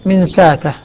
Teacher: من ساته بإبدال الهمزة ألفا